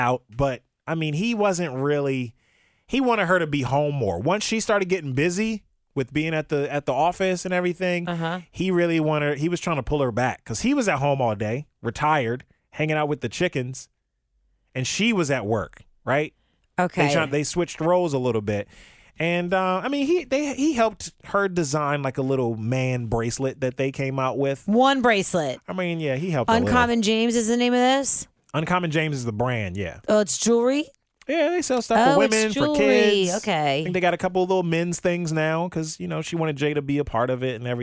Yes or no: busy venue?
no